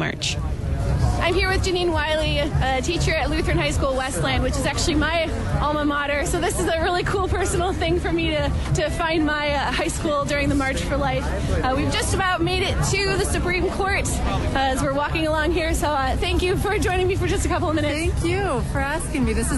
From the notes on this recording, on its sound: The Coffee Hour went on the road to the 2019 March for Life in Washington, D.